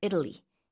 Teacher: 이탈리아라고 우리는 한국어로 말하지만 영어로는 강세가 일단 앞에 있고요. 삼음절이고 북미권에서는 T 발음도 잘 안 들립니다.